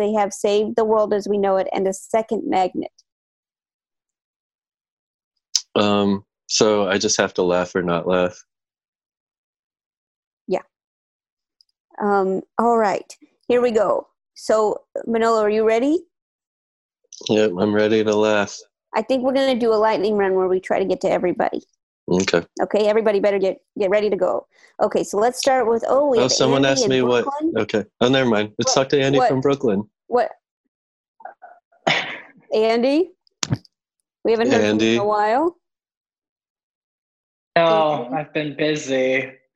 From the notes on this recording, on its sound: Recorded entirely remotely. Play listener-created games with callers via Zoom!